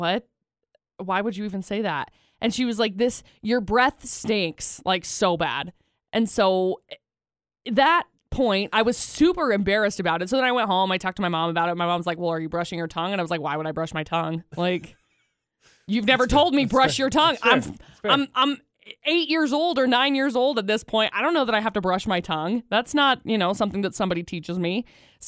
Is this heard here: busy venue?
no